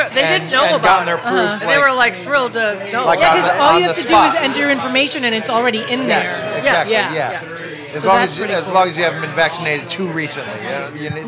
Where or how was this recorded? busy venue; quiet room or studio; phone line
busy venue